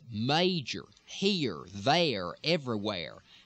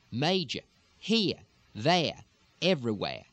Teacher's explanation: The major difference is that you're still going to keep your R's · Shown in: first take · major, here, there, everywhere, as opposed to the Southern, major, here, there, everywhere, in some of the areas of the coastal South.